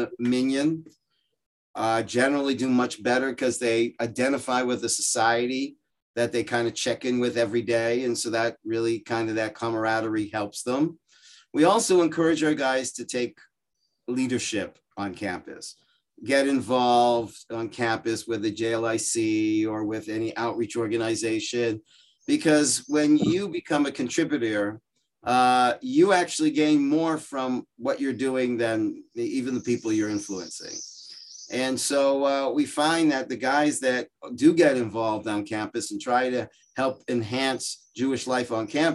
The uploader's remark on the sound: Gives a shiur over Zoom. On Illuminate, Orayta's virtual adult beit midrash.